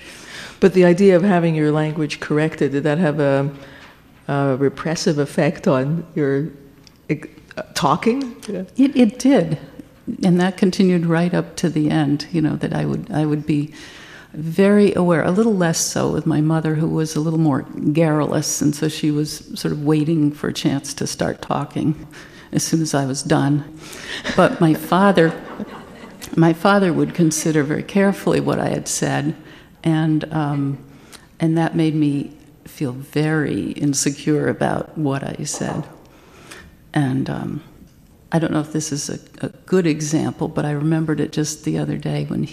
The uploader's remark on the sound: On stage at the Blue Metropolis International Literary Festival in Montreal.